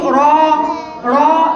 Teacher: الراء المفتوحه المفخمه قولا واحدا